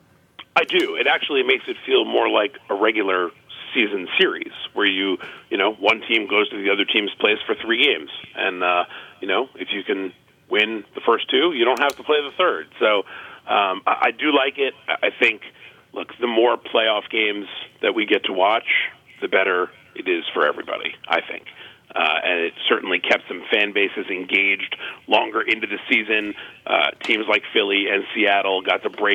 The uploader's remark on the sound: phone